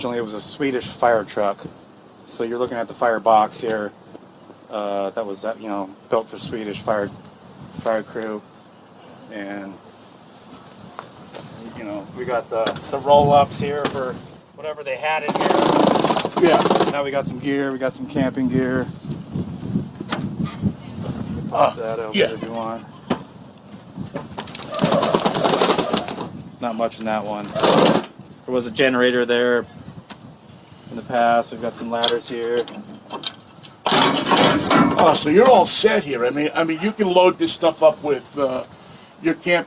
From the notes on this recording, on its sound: the interviews he recorded from the 2023 NW Overland Rally in Plain, Washington.